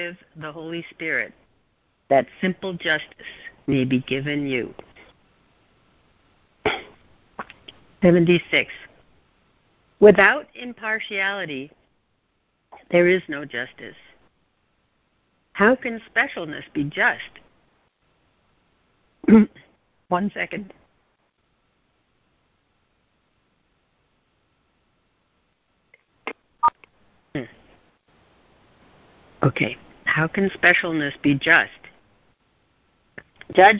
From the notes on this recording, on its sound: ACIM Daily Conference Call